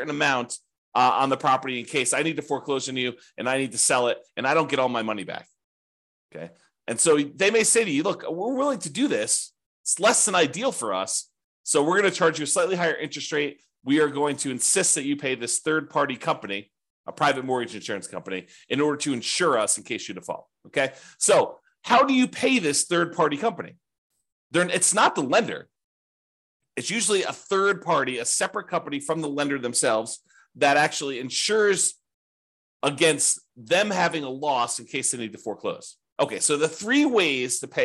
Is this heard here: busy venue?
no